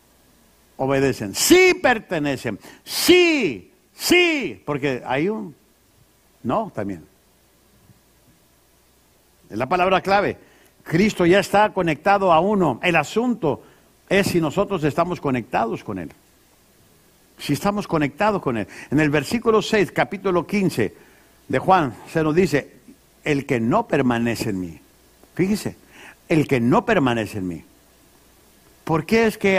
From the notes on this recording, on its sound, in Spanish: Esta lección fue grabada en vivo durante las conferencias mensuales de Liderazgo Enfocado.